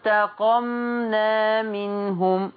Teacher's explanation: ما ينفعش أقول فانتقمنا وحرك الميم، الميم هنا ساكنة